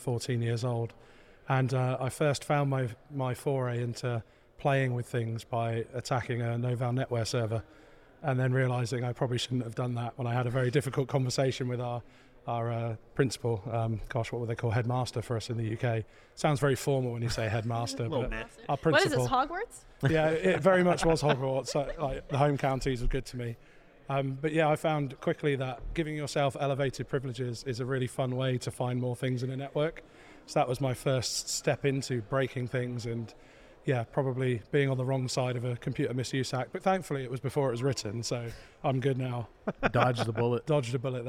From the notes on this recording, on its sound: This very special episode is brought to you from the Adventures of Alice and Bob podcast booth at the Go Beyond Conference in sunny Miami, FL.